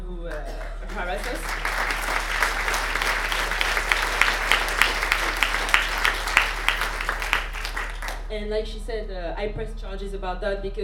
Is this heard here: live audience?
yes